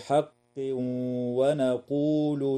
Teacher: ويدغم التنوين في الواو مع الغنة في قوله تعالى: حق ونقول